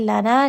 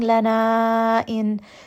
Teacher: Now this is a four-count med if you are continuing, but because I have stopped, I'm going to make this a two-count med. So if you are stopping, you will say lana two counts. If you are continuing, lana in, because now there is that hamza and it's going to turn this into a four-count med.